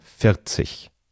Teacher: Das R, das dann in der Mitte ist, das darf nur ganz kurz klingen.